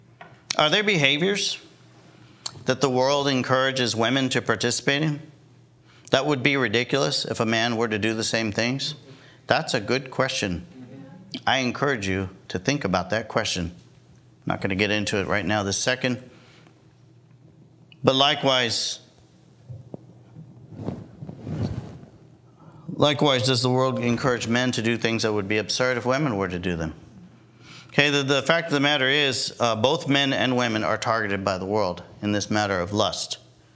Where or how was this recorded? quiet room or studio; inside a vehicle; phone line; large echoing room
large echoing room